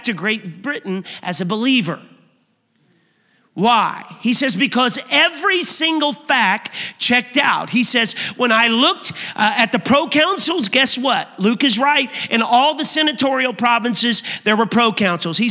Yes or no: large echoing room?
yes